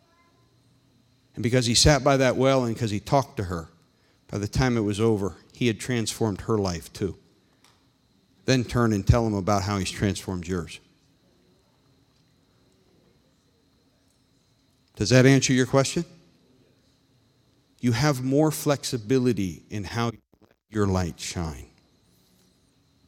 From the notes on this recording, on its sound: This meeting was recorded live on August 22nd, 2021 at Newark UPC.